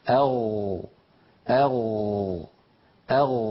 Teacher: فبين جذر اللسان والحنك اللحمي في هذا المكان الذي ترونه يخرج حرف الغين، ولاحظوا بأن المخرج لا ينقفل، لاحظوا بأن المخرج مفتوح